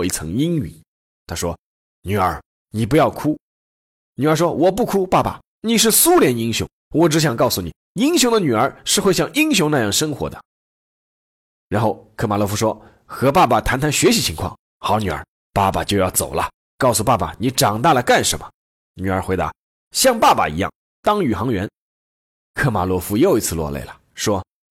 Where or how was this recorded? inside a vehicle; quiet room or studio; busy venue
quiet room or studio